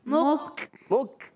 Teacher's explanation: یہ کاف اور تا جو ہوتے ہیں نا یہ شدیدہ مہموس حرف ہوتے ہیں سختی کے ساتھ شدت ہوتی ہے حرف صفت ہوتی ہے شدت یعنی سختی کے ساتھ آواز کا